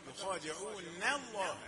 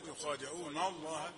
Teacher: نون رقيقة قبل تفخيم لفظ الجلالة ولا يؤثر التفخيم على الترقيق الذي قبله · Shown in: first take